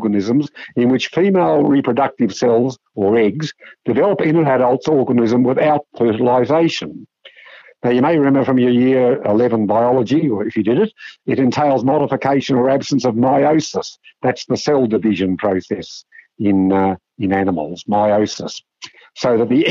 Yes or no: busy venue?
no